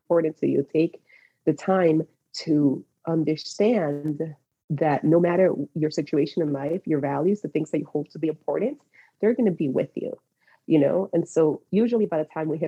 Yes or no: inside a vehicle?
no